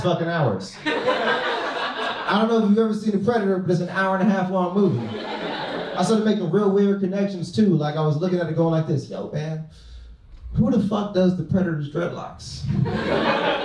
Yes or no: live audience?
yes